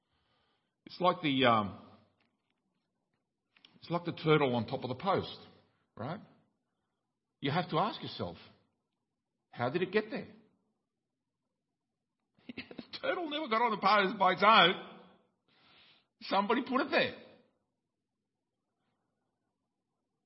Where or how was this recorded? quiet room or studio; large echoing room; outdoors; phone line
large echoing room